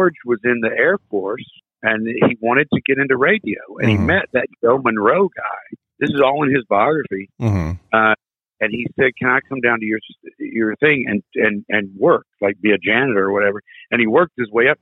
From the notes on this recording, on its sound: It's hard to connect over the phone but I think we did it.